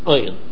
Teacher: But when it comes to the Ayin, there are those who have what you call that, the glottal stop.